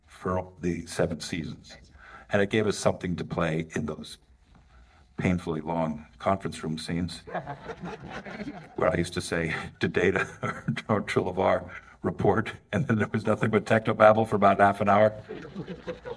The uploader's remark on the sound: Audio from the Picard Season 3 IMAX Q&A Panel.